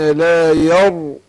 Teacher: الراء هنا مفخم عشان ساكنه ما قبلها مفتوح